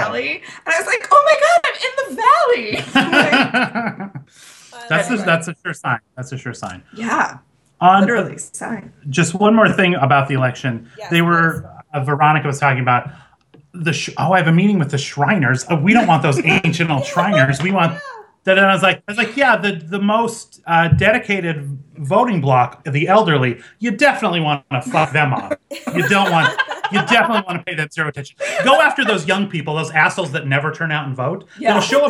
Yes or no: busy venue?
no